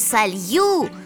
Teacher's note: после мягкого знака там два звука «й» и «у»